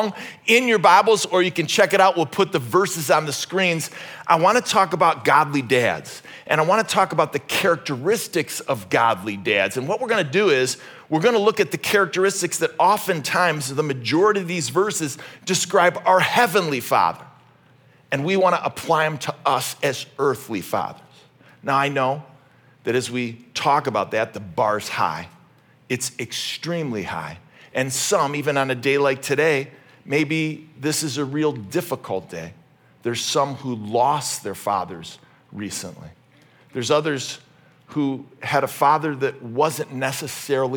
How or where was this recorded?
large echoing room